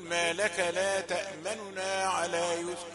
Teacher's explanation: الاختلاس يعني تختلس، تأتي بجزء من الضم